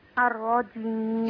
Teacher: منتصف اللسان يلتصق بسقف الحنك · Term: الجيم